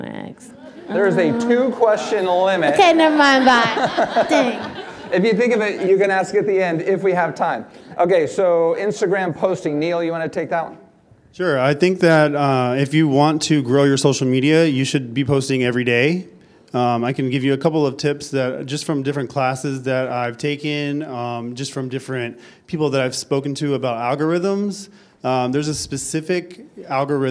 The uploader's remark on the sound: LIVE at ISSE 2020. Had a panel of four successful independent hairstylists discuss their strategies and tactics for being successful. Took questions from the audience.